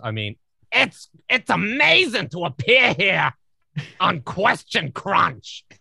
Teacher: with Gilbert Gottfried, it's all about the back of the throat and then adding volume